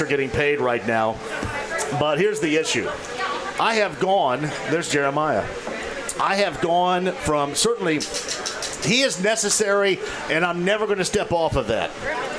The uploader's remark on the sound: Live From The Rook